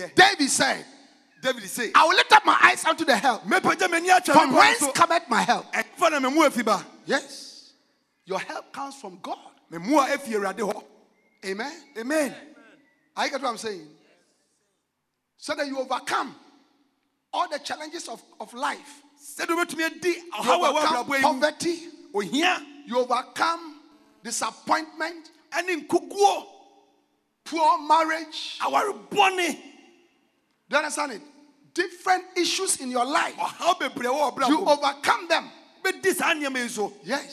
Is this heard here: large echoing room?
yes